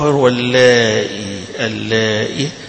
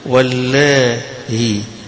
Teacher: البعض الآخر حيسهلها، حيسهلها بين بين، واللائي يبقى هنا فيها تسهيل، تسهيل يعني لا هي همزة ولا هي ياء، حاجة بين الاثنين قريبة من الهاء، بس ما هيش هاء · Shown in: second take